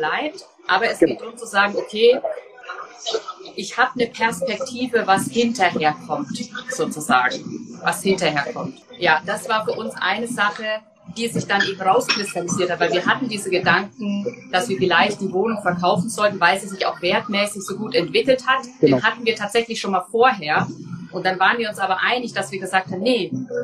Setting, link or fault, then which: fault, background noise